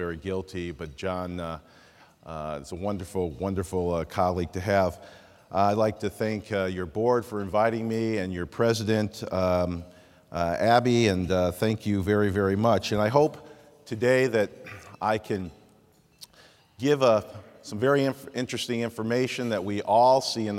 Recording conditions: large echoing room